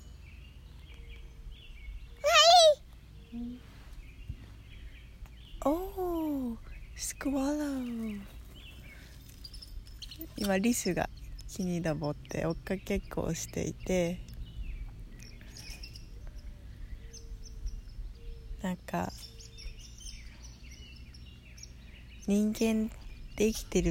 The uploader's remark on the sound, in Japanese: 今回は以前にボイスメモで撮り貯めて置いた「家族一緒に同時瞑想」を行った時に。リラックスできる自然の音を背景に、収録しました。